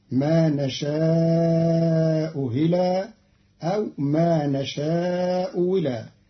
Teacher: بتسهيل الهمزة الثانية المكسورة بين بين وإبدالها واوا مكسورة، فتصير ما نشاء هلا أو ما نشاء ولا، وكلها جارية في لسان العرب.